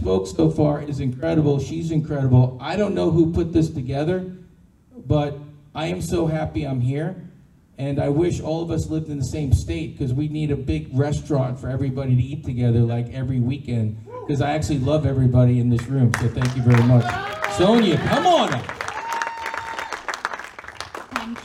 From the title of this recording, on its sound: Pitch Night at NFT Connect - Austin TX. - June 6, 2022 - Open Mic - Part 3